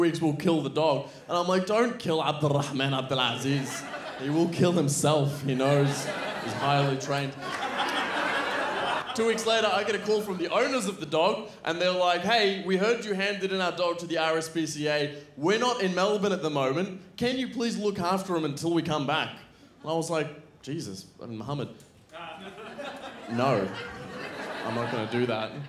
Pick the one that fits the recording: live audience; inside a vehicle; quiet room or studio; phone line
live audience